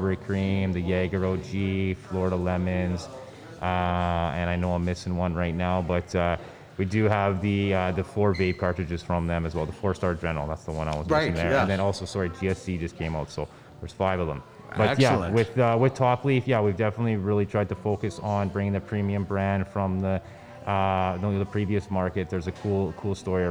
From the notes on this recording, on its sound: It’s a great day today at Spiritleaf Argyll in Edmonton as the Spiritleaf Bus Tour is one and we’re on location.